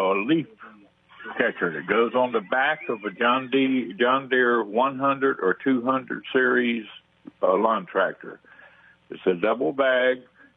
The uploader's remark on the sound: takes your phone calls